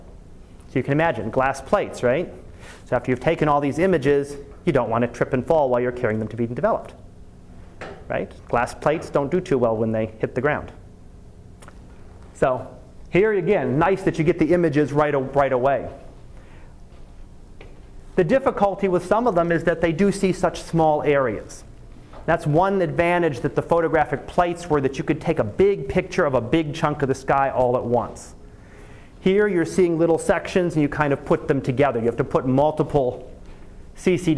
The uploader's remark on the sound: Live Class Lecture